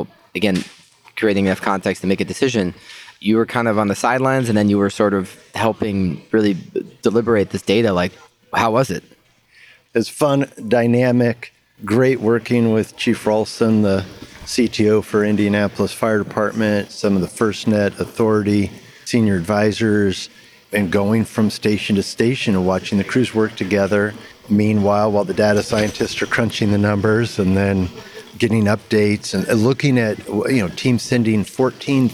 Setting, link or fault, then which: setting, busy venue